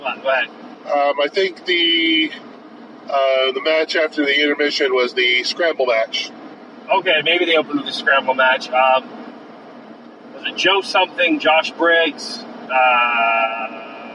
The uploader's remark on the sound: Recorded on the road to and from Limitless Wrestling: Welcome to the Dance in Westbrook, Maine. On the way home we talk about the show itself.